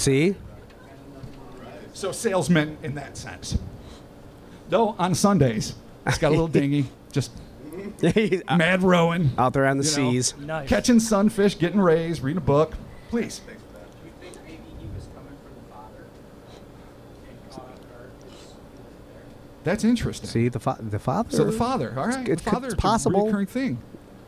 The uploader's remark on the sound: The Cryptonaut Podcast Live. Recorded live at the Thirsty Pug.